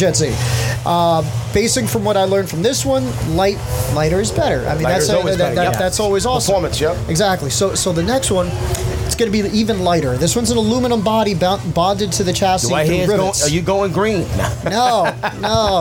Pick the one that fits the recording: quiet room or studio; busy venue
busy venue